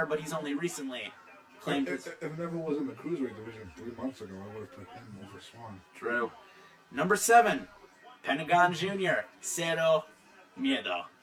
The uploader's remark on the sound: Live General Admission Wrestling Podcast straight from Ben's Silly Willy Lounge in Queens.